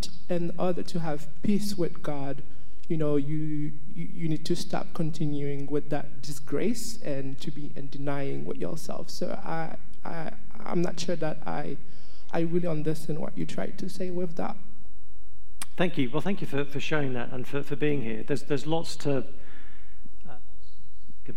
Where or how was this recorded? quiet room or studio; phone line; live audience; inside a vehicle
live audience